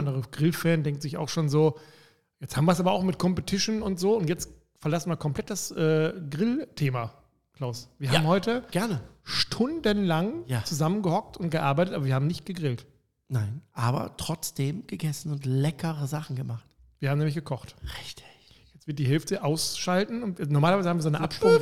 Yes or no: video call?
no